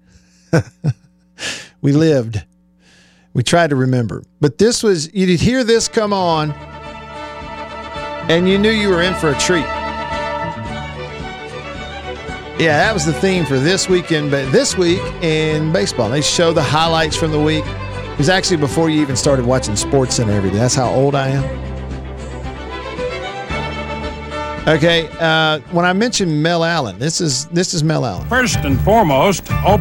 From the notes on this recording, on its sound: LIVE from Augusta!